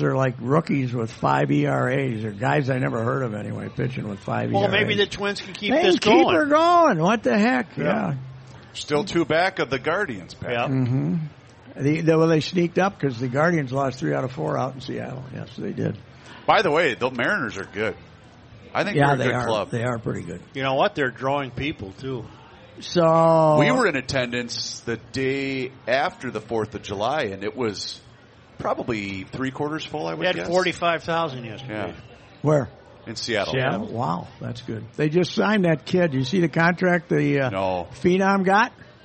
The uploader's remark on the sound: broadcasting live from the MN State Fair